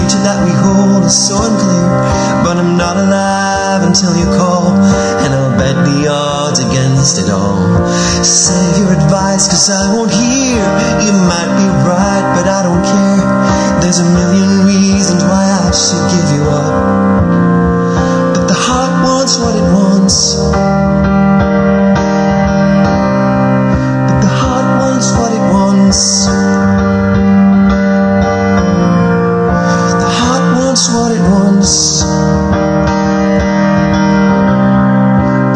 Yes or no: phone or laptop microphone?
yes